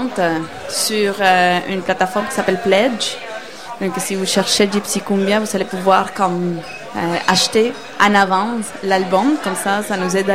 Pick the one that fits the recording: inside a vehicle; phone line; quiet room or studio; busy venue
busy venue